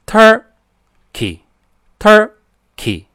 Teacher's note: 看到没有？重音在前面